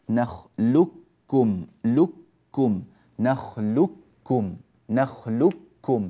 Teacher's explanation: فهذه القاف لا يعود لها وجود في النطق، ويكون النطق بكاف واحدة مشددة، نخلقكم لكم نخلقكم نخلقكم بلام بعدها كاف مباشرة، هذا في رواية حفص عن عاصم.